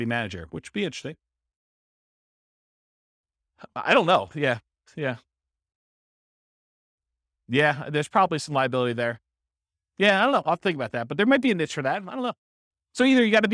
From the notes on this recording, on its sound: This was a live class recorded